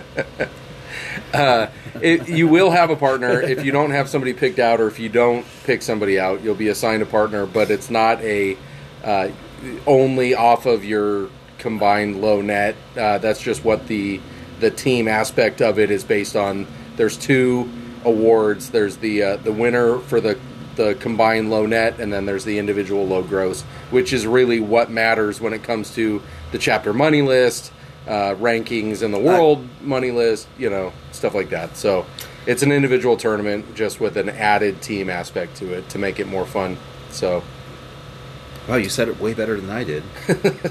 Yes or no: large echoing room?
no